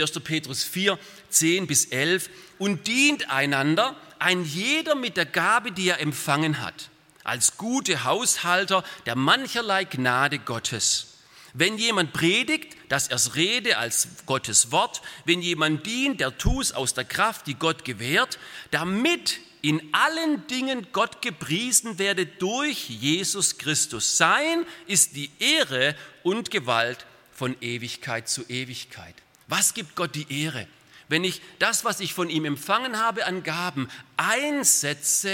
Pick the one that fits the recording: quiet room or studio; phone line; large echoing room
large echoing room